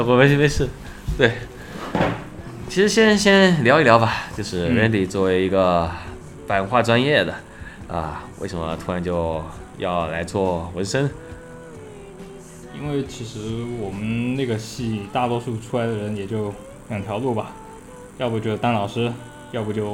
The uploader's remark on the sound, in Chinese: 这是一期边纹身边录制的节目